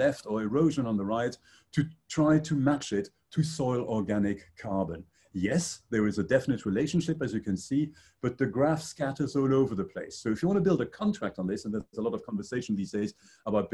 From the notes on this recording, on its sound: Excerpts from online panel discussion. Hosted by IIEA Brussels.